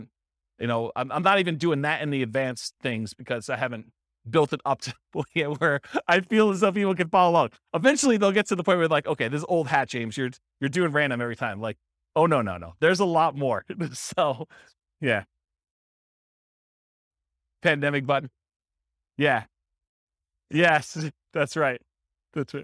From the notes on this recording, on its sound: This was a live class recorded.